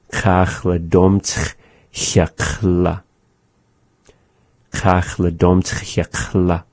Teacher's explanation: When we say kach la dom tch, we're ending on that ch, which is at the back of the mouth · Term: X sound